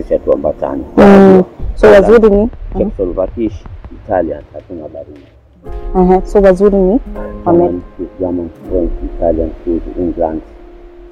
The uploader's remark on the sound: This episode was recorded under challenging circumstances, our team has put efforts to ensure the audio is audible, earphones are advised.